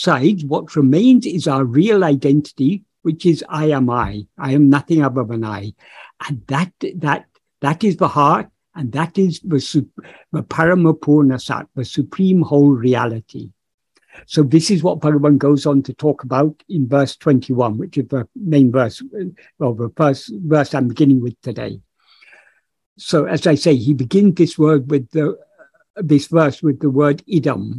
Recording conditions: video call